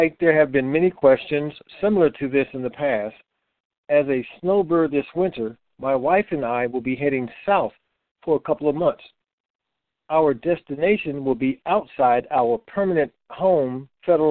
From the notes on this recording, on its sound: TNTSuperfantastic Conference Call